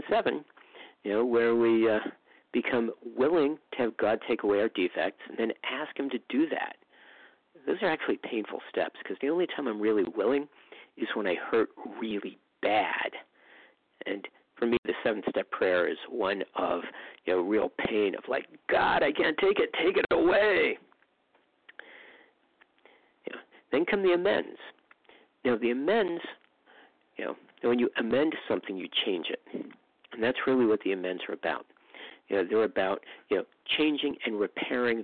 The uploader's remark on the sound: from the 100 Pounders Phone Meeting, 6/26/23